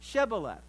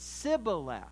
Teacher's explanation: the Ephraimites couldn't pronounce the SH sound. They could only say an S. So if they were to pronounce Shibboleth, they pronounced it Sibboleth without the SH.